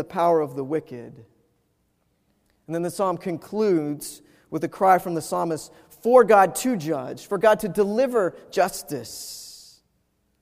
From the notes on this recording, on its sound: Preached at Wake Forest UMC